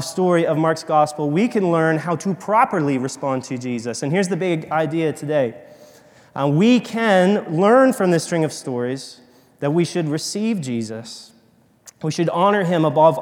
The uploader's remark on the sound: This audio is from a sermon preached recently at Restoration Fellowship in Memphis, TN.